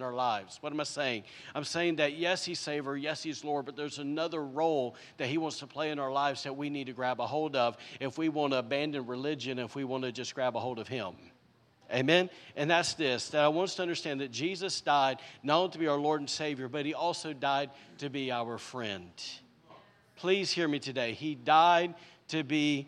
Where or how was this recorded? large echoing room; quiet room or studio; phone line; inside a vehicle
large echoing room